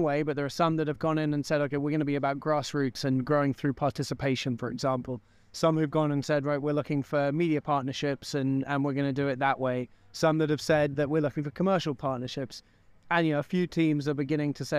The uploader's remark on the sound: Soundbites from this morning's event in Croke Park